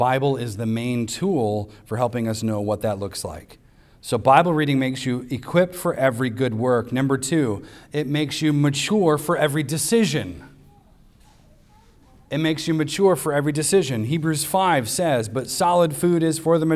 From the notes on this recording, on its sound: Recorded on Sunday, September 3rd, 2023, at the weekly worship gathering of Cross & Crown Church.